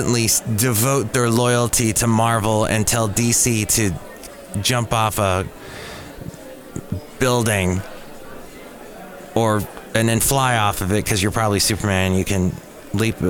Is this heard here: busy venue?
yes